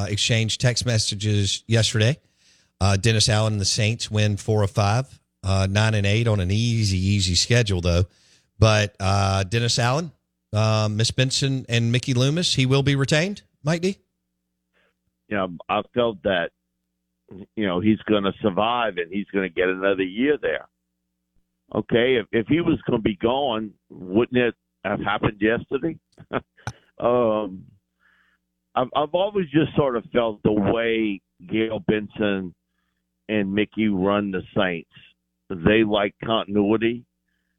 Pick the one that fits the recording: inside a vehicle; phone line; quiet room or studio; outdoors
phone line